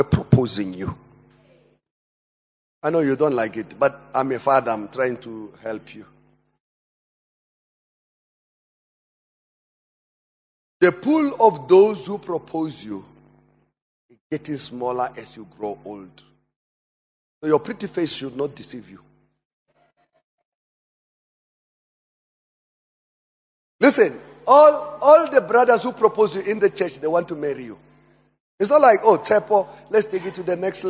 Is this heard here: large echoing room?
yes